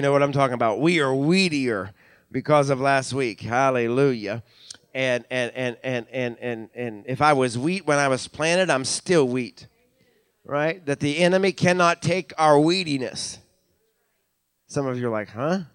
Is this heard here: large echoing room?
yes